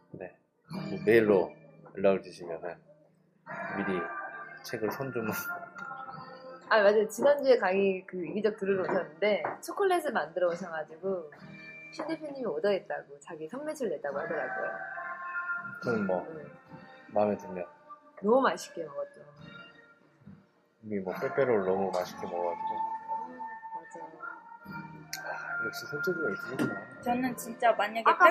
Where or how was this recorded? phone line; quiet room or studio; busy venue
busy venue